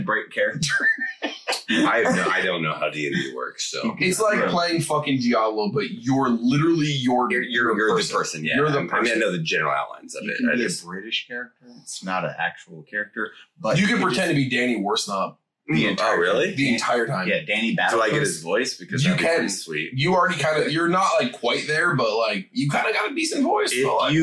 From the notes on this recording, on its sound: BAD AUDIO SORRY. THE AUDIO IS BROKEN. Just pretend we were drunk and filmed this on a cell phone. Hit the record button twice...THUS TURNING IT OFF...